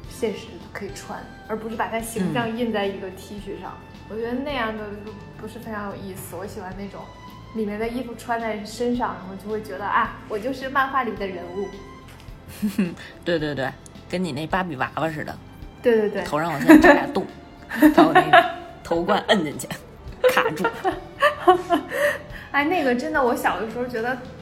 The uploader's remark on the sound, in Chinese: 由于是隔着次元壁的合作录音，美少女都自带回音